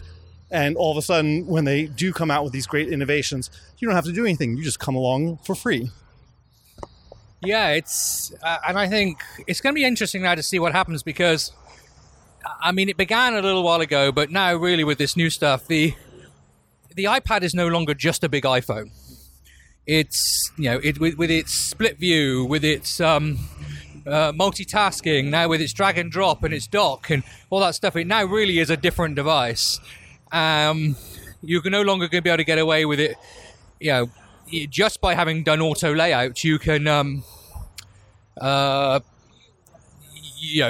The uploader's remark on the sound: while walking back to their accommodation